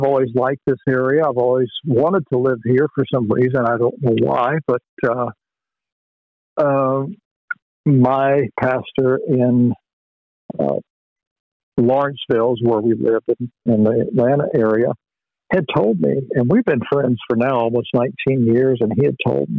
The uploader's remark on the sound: Phone Interview